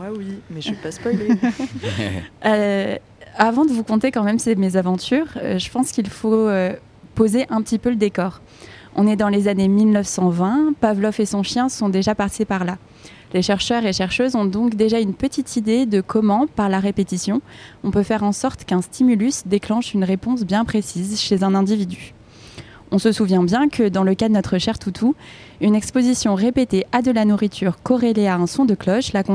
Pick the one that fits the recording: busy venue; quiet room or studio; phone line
busy venue